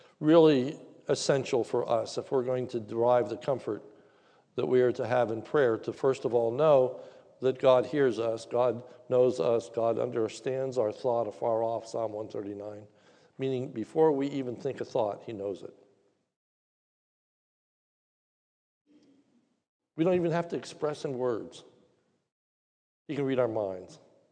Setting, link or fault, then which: setting, large echoing room